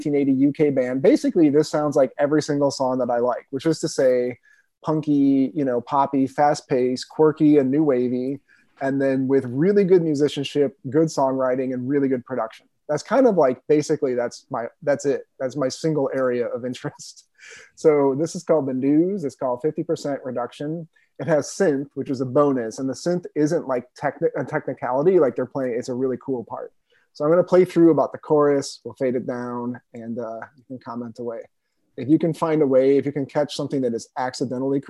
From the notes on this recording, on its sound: This is how all Zoom meetings should be